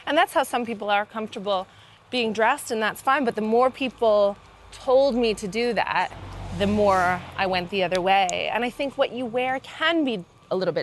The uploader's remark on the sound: Goes out for a stroll.